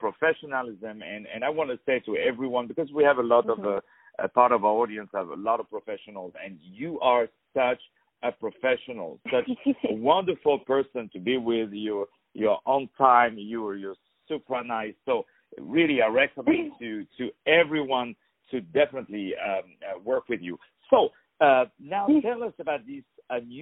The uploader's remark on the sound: On the phone